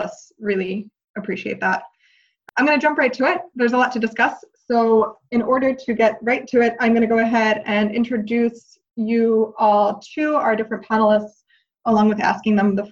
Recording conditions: video call